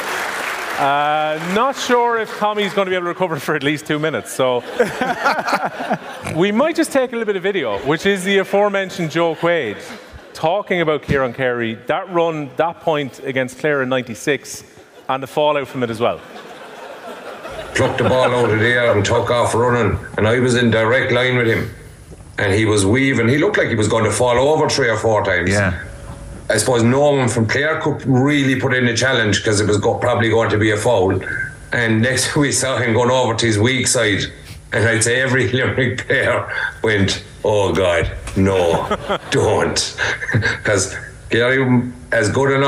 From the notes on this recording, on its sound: The Hurling Pod was LIVE in the Bord Gáis Energy Theatre